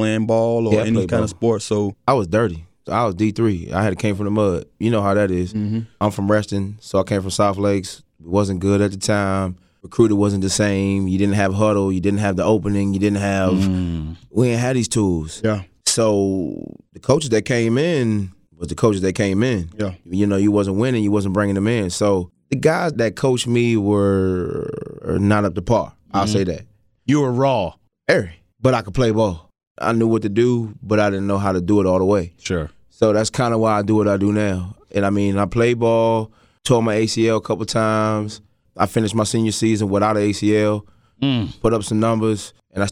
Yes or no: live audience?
no